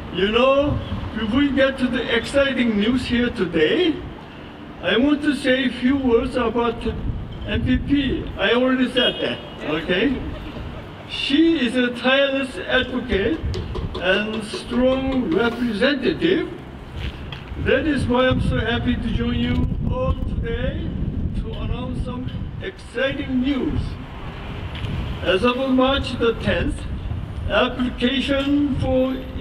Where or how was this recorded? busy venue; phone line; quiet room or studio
busy venue